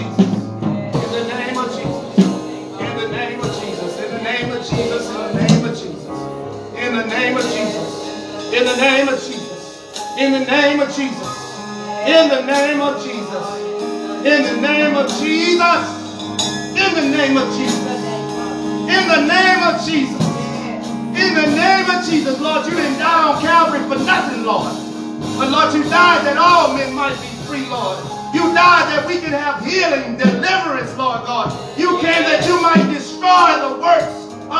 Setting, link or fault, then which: setting, large echoing room